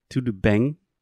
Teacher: your mouth is very relaxed and you're nasalizing the sound more. You're not completely finishing that final m sound.